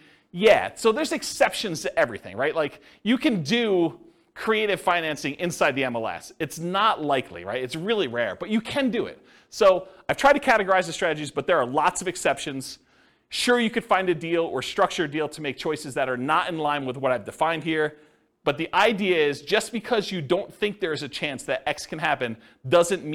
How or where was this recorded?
live audience